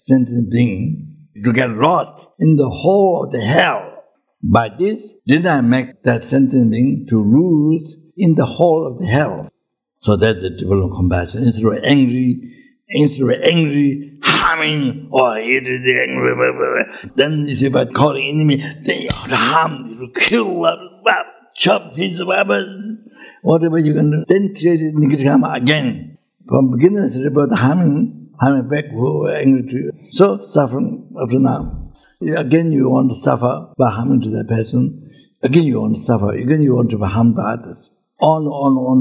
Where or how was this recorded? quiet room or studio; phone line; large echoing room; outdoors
large echoing room